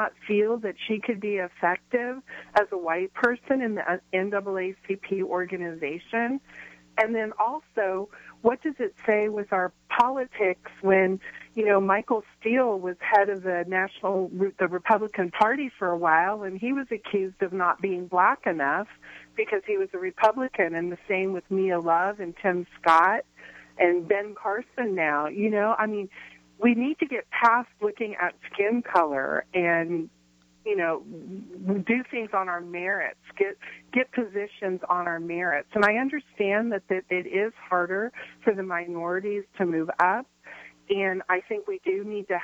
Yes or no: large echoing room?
no